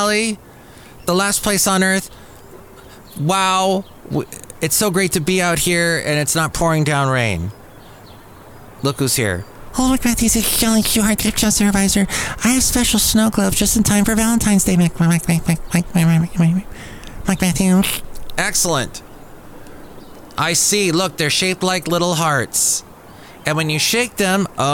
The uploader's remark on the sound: podcasts live from Café Anyway